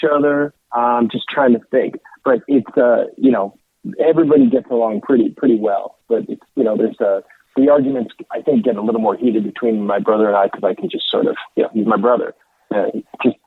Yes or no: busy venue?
no